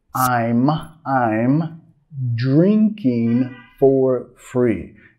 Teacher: Y nota en el inglés hablado, muchas veces vamos a reducir el for a fur. Fur, for free.